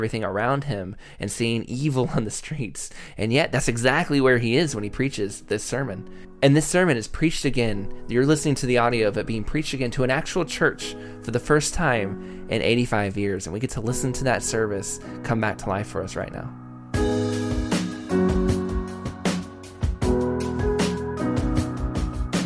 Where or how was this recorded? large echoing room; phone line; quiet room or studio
large echoing room